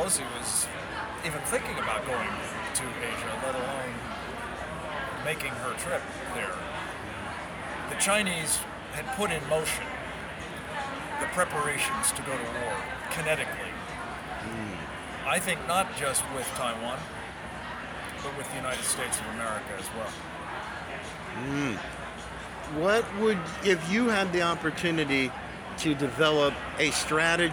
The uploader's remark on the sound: LIVE FROM CPAC TEXAS